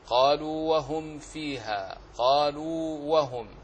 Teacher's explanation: أن الحرف الأول حرف مدي فلا يسوغ ولا يجوز إدغامه في مثله